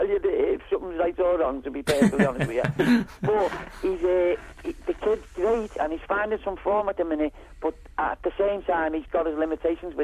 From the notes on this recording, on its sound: The Salut! Sunderland Podcast. On the phone.